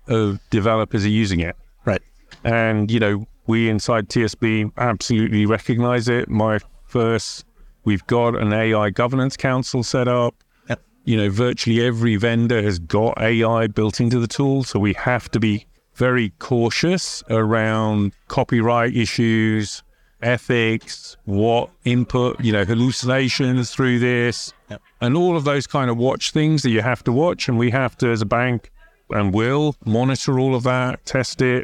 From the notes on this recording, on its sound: recorded at Sibos